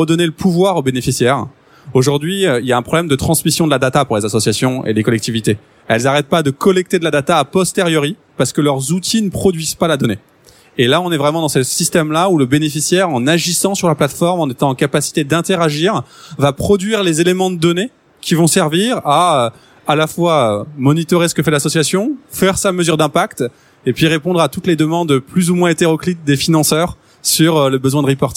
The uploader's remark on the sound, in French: Enregistrée le 02/12 à Paris Expo Porte de Versailles